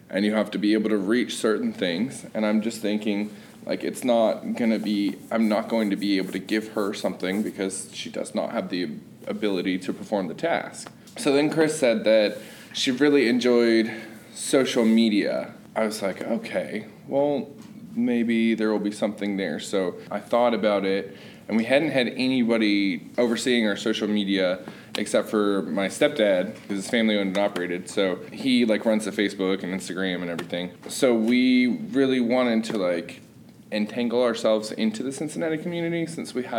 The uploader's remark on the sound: These are real stories, told live.